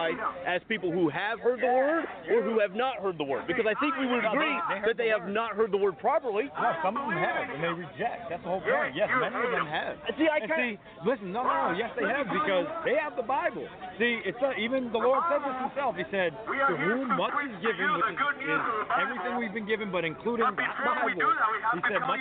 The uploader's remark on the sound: Talking with the Christians at the Reason Rally. June 4, 2016 was the second Reason Rally in Washington DC. I had a recorder on me.